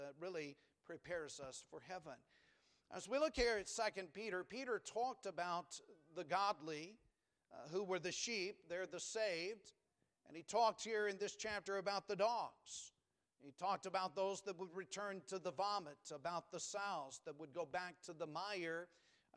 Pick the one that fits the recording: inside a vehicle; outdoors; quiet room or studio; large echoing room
large echoing room